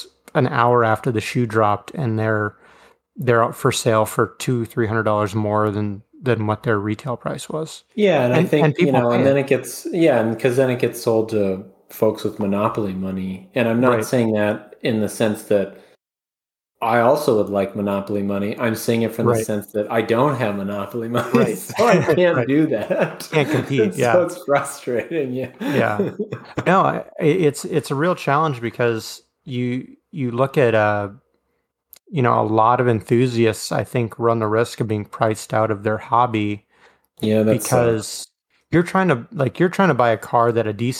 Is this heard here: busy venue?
no